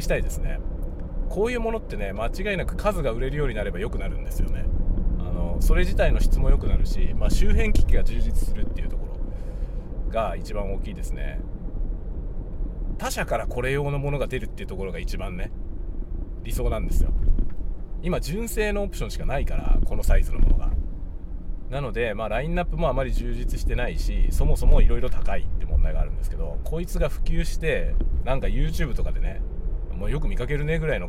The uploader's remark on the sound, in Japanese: ドライブしながらAUDIXのマイクを試してみる。M1250BS というマイクを使ってのドライブ車中収録テストです。使用マイク： AUDIX M1250BS 使用レコーダ： ZOOM F6。